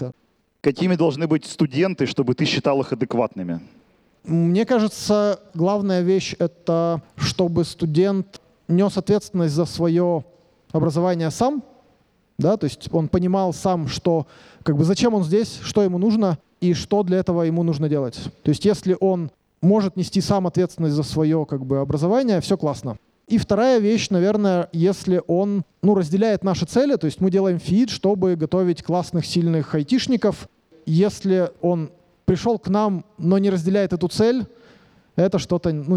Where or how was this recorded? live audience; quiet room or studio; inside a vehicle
live audience